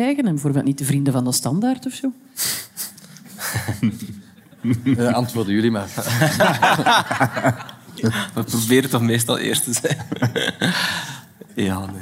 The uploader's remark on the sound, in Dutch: LIVE vanop het Podcastfestival